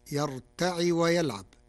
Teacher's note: قرأ ورش كلمة يرتع بكسر العين فتصير يرتع ويلعب، من ارتعى أي افتعل من الرباعي، والفعلان مجزومان على جواب الشرط المقدر.